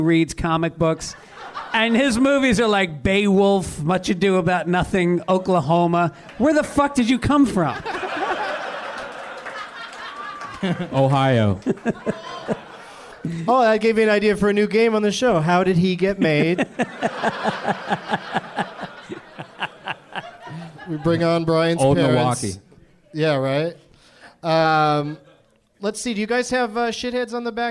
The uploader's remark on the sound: Live from the American Comedy Company in San Diego